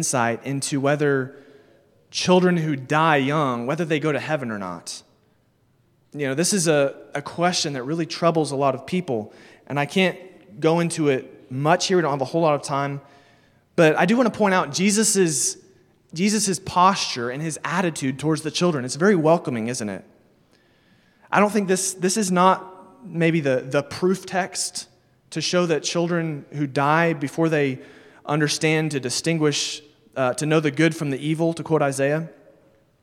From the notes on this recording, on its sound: Sermon delivered at Immanuel Baptist Church in Springdale, AR on July 31, 2022